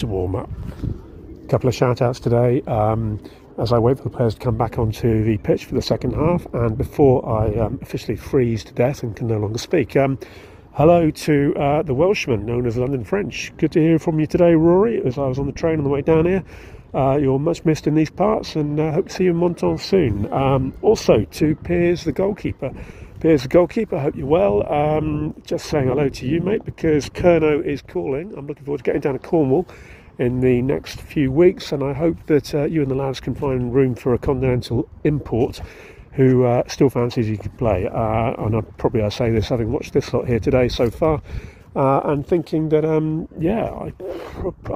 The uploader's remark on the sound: was recorded at the Stade Fort Carré on 18 February 2024.